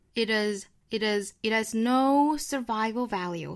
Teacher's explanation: h 音做击穿的音丢掉了，那中间这个 t 的音呢发成一个半浊音的